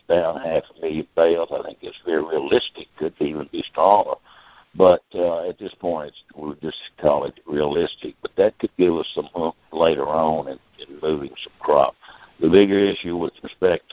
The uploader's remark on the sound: Monthly Conference Call